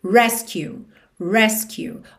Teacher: Rescue, ou seja, sílaba tônica é a primeira sílaba. Mas aqui na música a gente tem um acento, digamos assim, nesse momento da melodia.